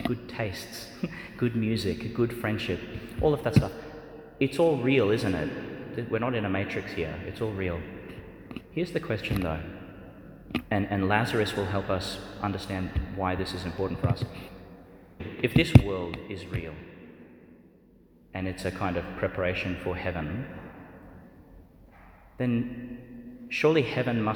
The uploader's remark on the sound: delivered in the Tomb of Lazarus Church, Bethany, West Bank.